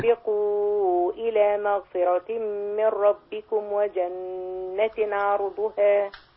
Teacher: من أول بقى الآية بس مدي بقى كويس المد المنفصل. المد المنفصل أربع حركات